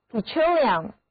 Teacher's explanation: Petroleum,重音在第二个音节